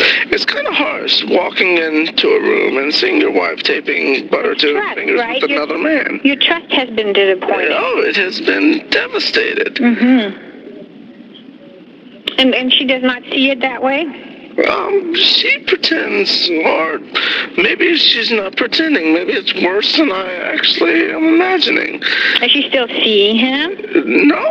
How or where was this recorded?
phone line